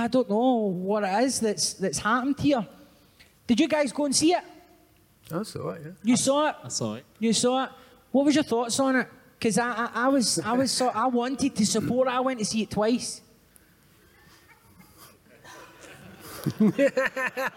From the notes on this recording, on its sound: the fourth show of Common People Live at the Edinburgh Fringe